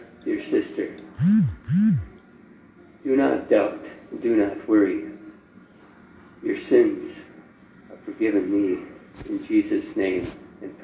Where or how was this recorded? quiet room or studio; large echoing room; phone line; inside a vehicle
large echoing room